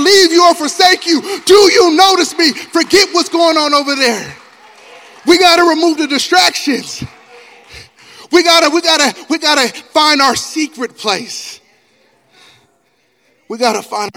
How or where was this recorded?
live audience